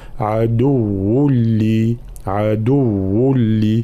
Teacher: تنوين عدو ثم بعد حرف اللام إدغام بلا غنة فلا نقول عدو هنا تتسرب القليل من الغنة لا أستعمل الخيشوم أي الأنف عدو لي هكذا.